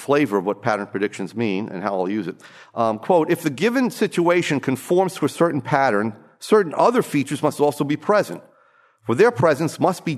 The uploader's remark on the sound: From the session on "Studies in Business Cycles," presented at the Austrian Economics Research Conference. Recorded 22 March 2013 at the Ludwig von Mises Institute in Auburn, Alabama.